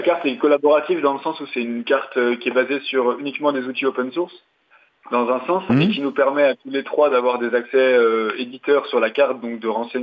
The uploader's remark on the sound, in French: Par téléphone, pris dans le vif de leur périple à vélo